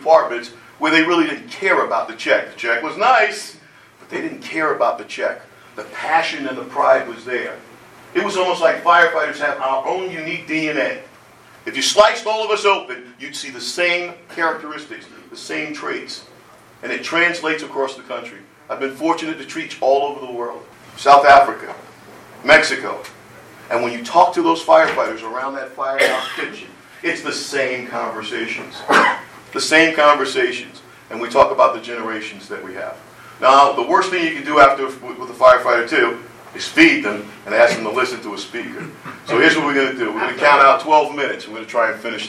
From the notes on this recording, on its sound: The audio is basic. It was live and not planned to be recorded.